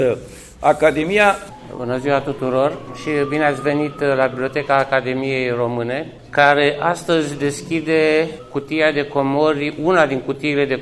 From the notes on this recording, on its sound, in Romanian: Înregistrare din sala Theodor Pallady a Bibliotecii Academiei Române la vernisajul expoziției „Presa românească.